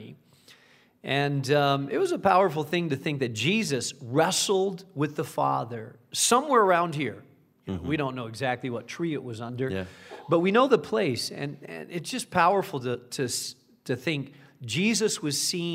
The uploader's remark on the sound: Moody's 2019 Israel Tour Bible Q &. Recorded in Jerusalem with a live audience.